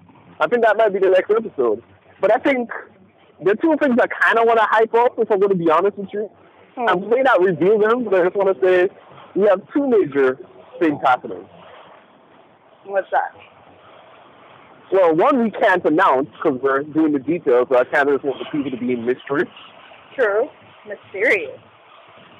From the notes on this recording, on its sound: This chat occurs while she and I walk to Starbucks in different cities to get work done. Forgive the audio quality.